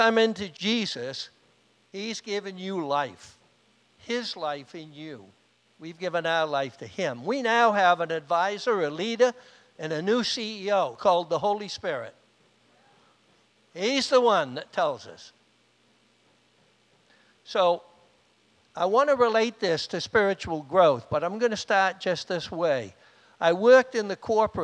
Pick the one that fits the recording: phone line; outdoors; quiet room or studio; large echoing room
large echoing room